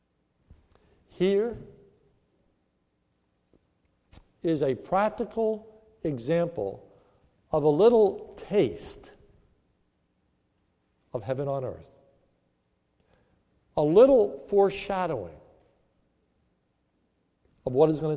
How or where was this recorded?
large echoing room